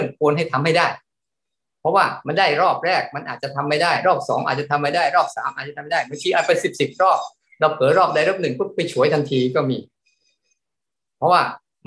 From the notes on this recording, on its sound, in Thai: คอร์สออนไลน์ (ผ่านโปรแกรม Zoom)